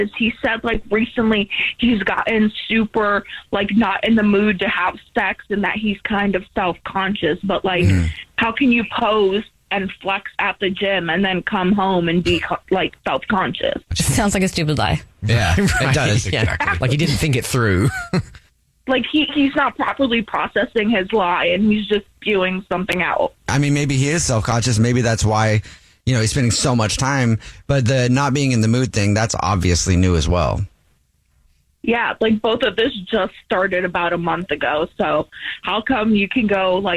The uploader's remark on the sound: on the phone